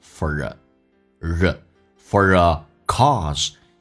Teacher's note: For 跟 a 有一个连音叫 for a